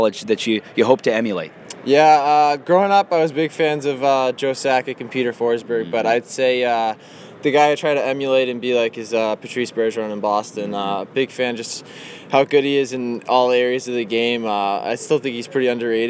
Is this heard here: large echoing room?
no